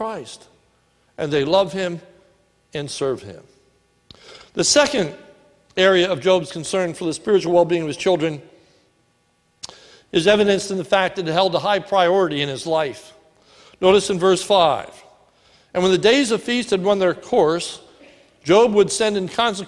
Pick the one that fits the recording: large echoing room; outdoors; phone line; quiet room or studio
large echoing room